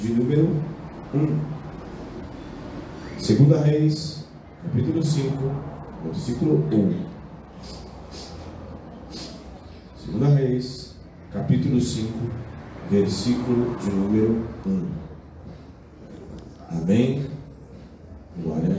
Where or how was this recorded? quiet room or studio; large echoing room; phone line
large echoing room